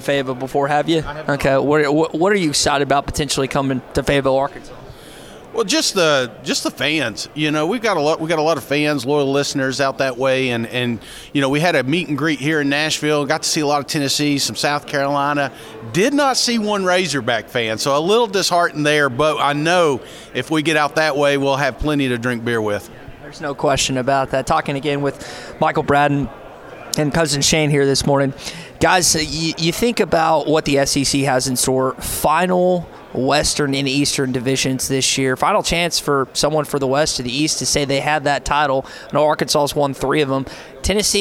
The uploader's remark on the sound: At SEC Media Days! Live from Radio Row.